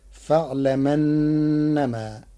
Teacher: بنقل حركة الهمز إلى الساكن قبله تخفيفا، فتصير فاعلمنما.